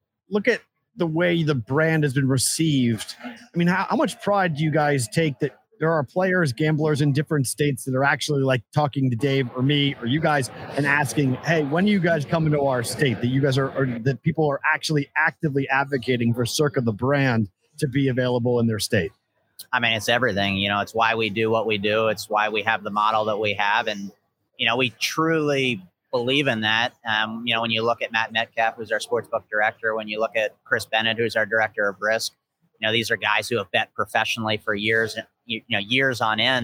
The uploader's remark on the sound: LIVE from Circa Sports in Downtown Las Vegas!